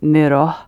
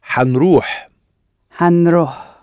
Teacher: The I has almost dropped out and the N has sort of attached itself a bit to the ha to make it easier to say. · Shown in: second take